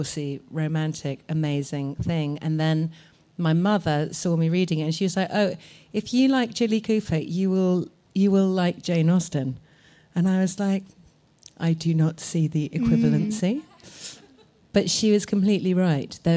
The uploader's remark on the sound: In front of a live audience in Bedford Square Gardens, London.